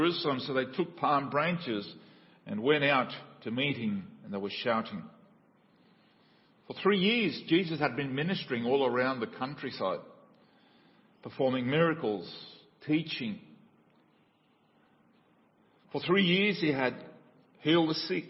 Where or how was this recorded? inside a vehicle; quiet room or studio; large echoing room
large echoing room